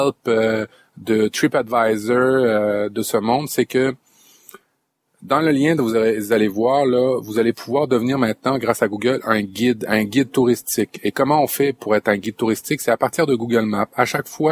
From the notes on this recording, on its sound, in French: En direct live de mon 4X4, je vous ai enregistré un petit épisode estival.